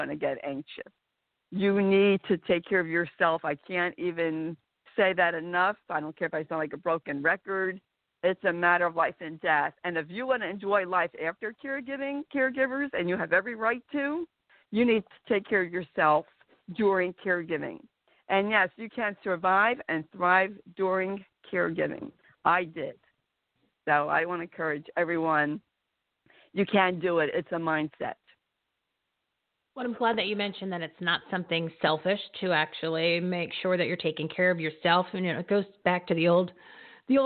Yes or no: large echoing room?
no